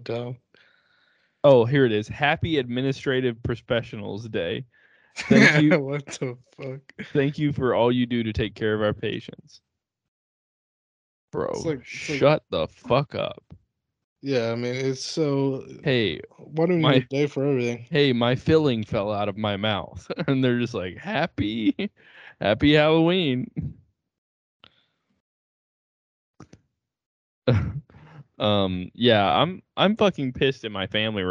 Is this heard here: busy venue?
no